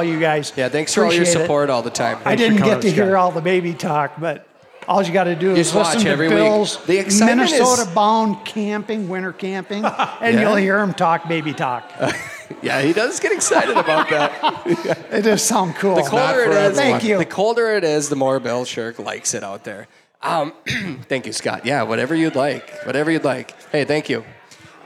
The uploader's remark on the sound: Live from Bear Cave Brewing in Hopkins, MN. Sips drinks with a live audience of hunters.